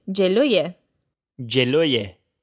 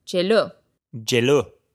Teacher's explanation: since jeloye ends with a ye, sometimes it's said as jelo · Shown in: second take